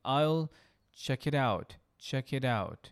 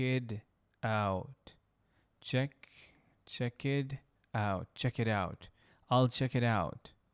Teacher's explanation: فالتي حصير flapping تي زي كانها دي خفيفة جدا